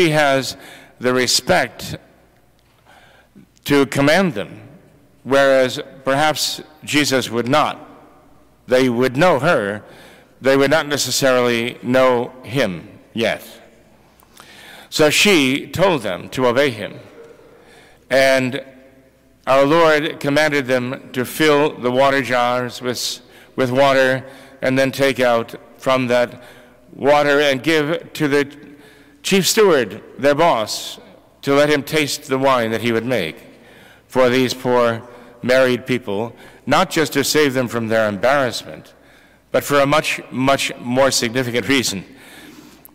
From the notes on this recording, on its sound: This recording was taken from the Immaculate Conception Church sermon on 1/14/2024